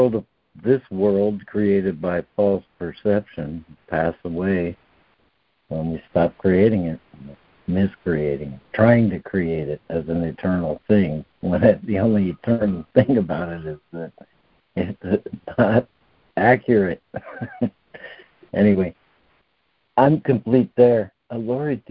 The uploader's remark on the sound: ACIM Daily Conference Call.